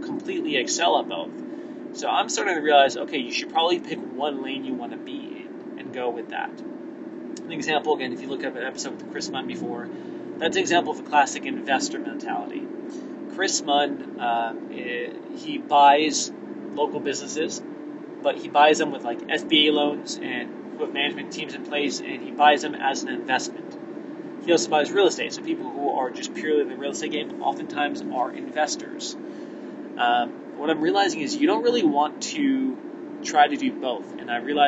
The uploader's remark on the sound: In the experimental episode (literally recorded on the road).